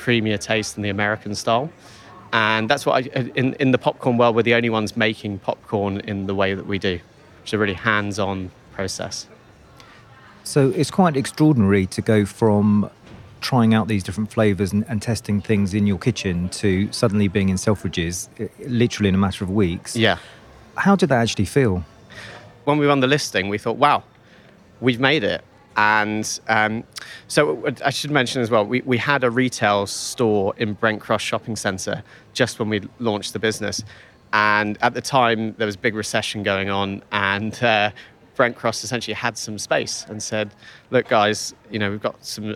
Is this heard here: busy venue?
yes